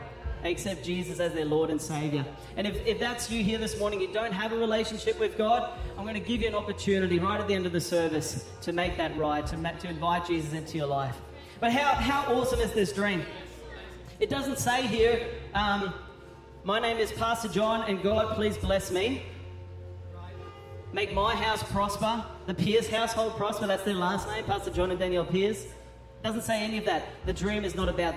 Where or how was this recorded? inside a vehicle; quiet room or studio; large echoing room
large echoing room